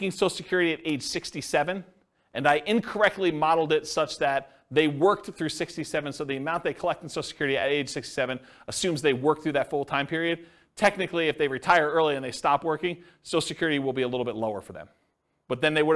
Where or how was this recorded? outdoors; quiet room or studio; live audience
live audience